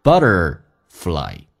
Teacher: t 浊化成 d 这个发音，在美式发音